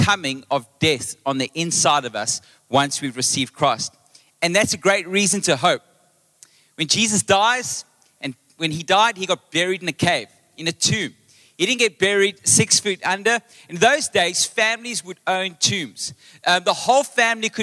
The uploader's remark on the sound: Recorded live on Sunday the 9th April 2023